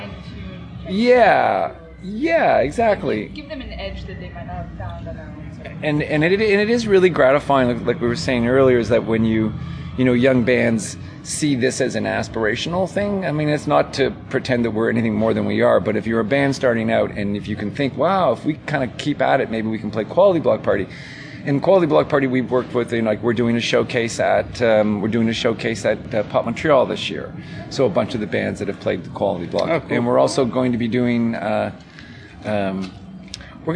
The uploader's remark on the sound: We we talking outside near a coffee shop, so you're going to hear some of the sounds that make Uptown Saint John what it is (seagulls and coffee drinkers).